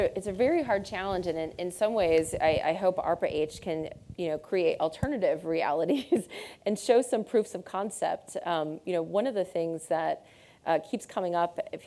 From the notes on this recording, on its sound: In this special episode in front of a live audience at the Stanford School of Medicine.